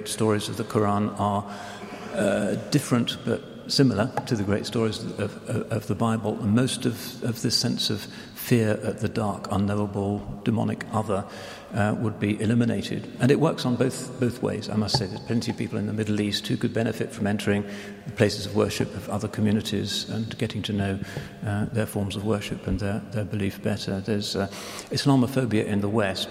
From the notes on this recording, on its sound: This is the question and answer session which followed the Shaykh's lecture. This is the question and answer session which followed the Shaykh's lecture.